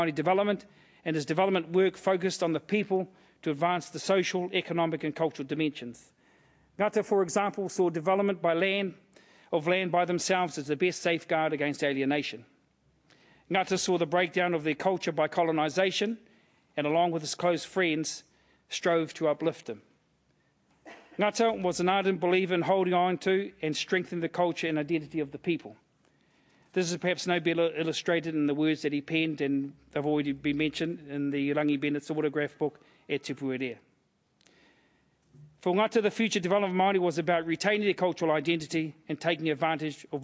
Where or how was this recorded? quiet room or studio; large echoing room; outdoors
large echoing room